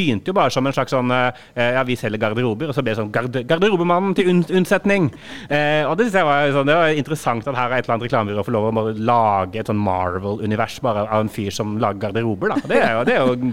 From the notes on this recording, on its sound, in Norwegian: Denne episoden er fra da Bauer Media hadde live podkast mellom foredragene på Den Store Annonsør Dagen.